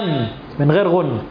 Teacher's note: فالمخرج الشفوي يكون بانطباق الشفتين على بعضهما، فينغلق المخرج تماما ولا يمر منه الصوت مطلقا، وهو جزء شديد